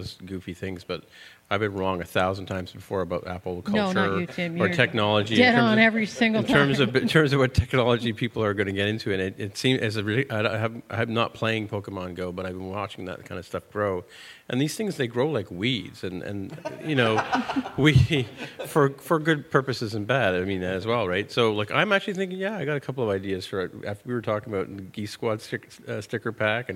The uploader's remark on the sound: Live from Indie Devstock. In this special live episode.